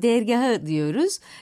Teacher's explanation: Konya'da dediğimiz gibi ilk başta E'ler dar.